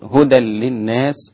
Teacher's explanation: لإدغام بدون غنة، يعني بنتقل من التنوين ما بنطقش النون خالص لللام مباشرة، هدى هدى من الدال لللام مباشرة هكذا التنوين بلغي تماما، هدى هدى للناس مش هدى للناس، تمام، هدى للناس.